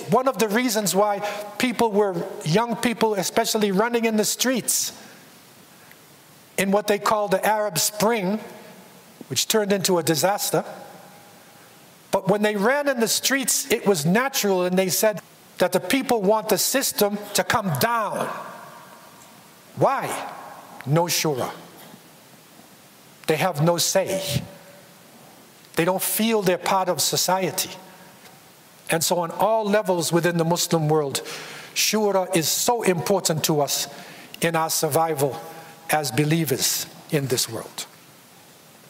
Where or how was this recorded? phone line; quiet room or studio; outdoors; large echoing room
large echoing room